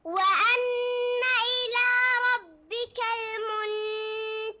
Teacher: نون ساكنة وبعدها التاء، إخفاء حقيقي، فنخفي النون الساكنة هذه عند التاء